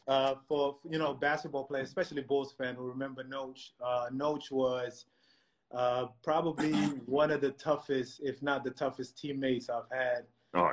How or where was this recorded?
video call